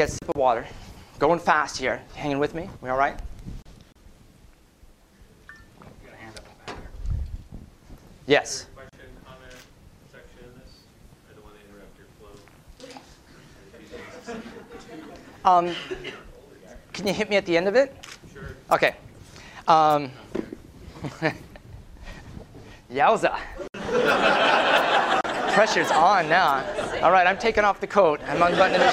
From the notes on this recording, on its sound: Prezo audio from Northern Voice, 2009. Lively mixed-media presentation.